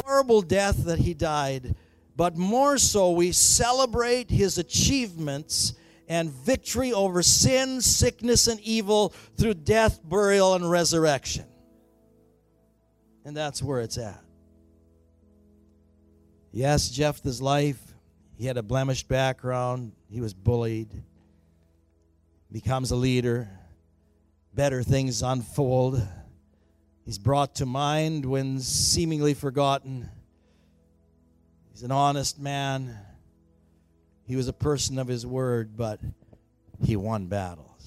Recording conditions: large echoing room